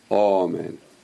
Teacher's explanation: That's why you say Ah, it's a long Ah, as I talked about it before. And Ashkenaz says O. Omen. A long O. Omen. Is there a different Amen for the Ladino speaker?